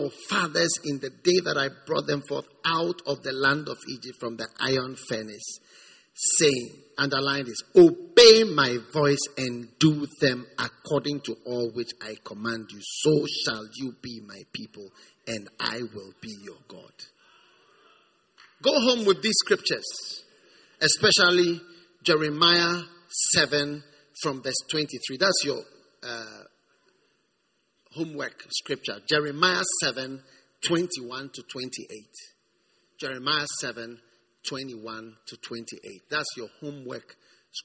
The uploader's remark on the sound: Preached at the First Love Gathering Service.